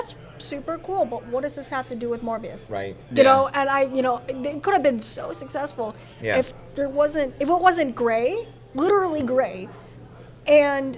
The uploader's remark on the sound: Invited me to his hometown in Peotone, to join a panel at Lodgecon 2022.